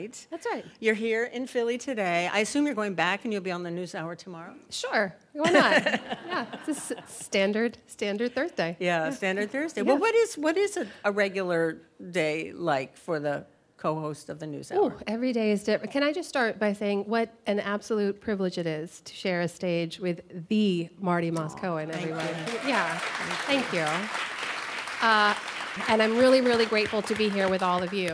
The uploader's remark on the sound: before a live audience